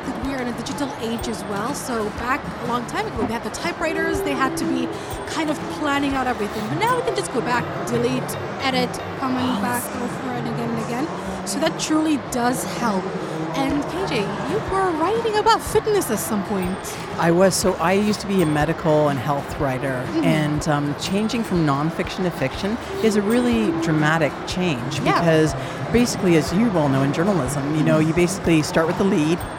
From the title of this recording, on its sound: Live from SIBF